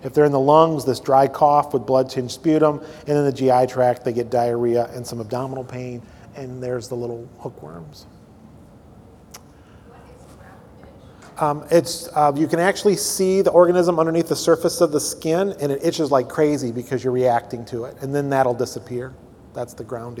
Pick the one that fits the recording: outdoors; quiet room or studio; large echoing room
large echoing room